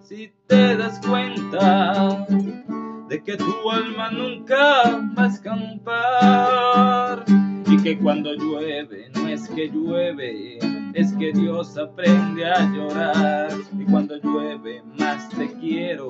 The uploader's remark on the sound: Hive Open Mic #201. Sonido de lluvia/Rain sound. Vídeo desde grabado desde mi teléfono Honor X6s/Video recorded from my phone Honor X6s. Vídeo editado con Kinemaster/Video edited with Kinemaster.